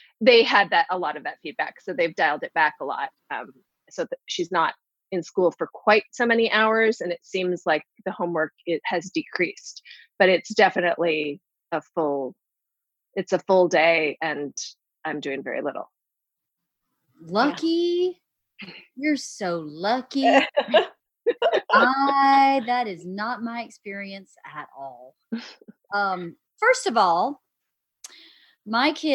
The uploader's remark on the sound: Today I hop on Zoom with my friends